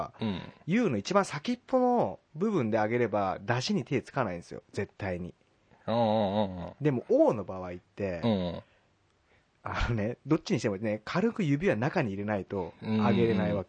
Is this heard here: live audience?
no